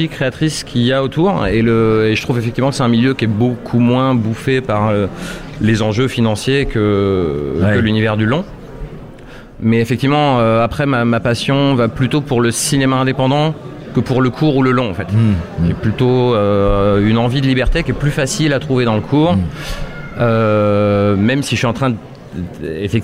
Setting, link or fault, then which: setting, busy venue